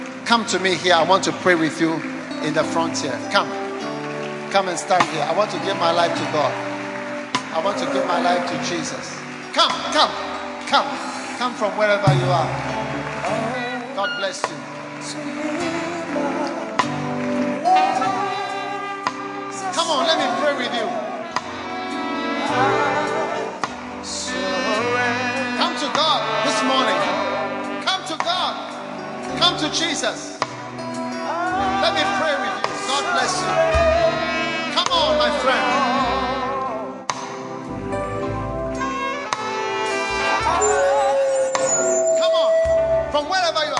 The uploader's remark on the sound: Preached at Holy Hill Chapel, Accra.